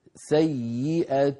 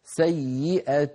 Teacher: يعني يخرج صوتان في آن واحد، ياء من الفم ومعها غنة من الخيشوم · Shown in: first take · أنت تقولين سيئة، تأتين بالياء من غير غنة، عليك أن تضغطي قليلا على أنفك حتى تخرج الغنة مع الياء. · Term: إدغام بغنة